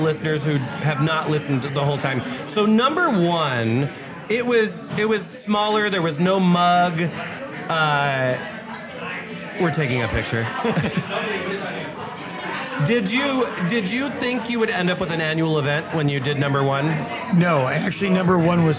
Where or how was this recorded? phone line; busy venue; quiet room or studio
busy venue